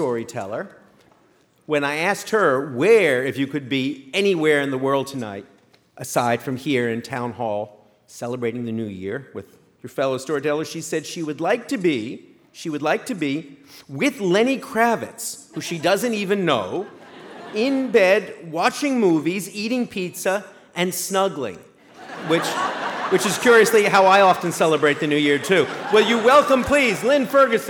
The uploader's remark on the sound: Live at Town Hall, New York